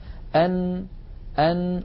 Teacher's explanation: النون تخرج من طرف اللسان، أن ويصاحب ذلك غنة من الخيشوم الذي هو التجويف الأنفي.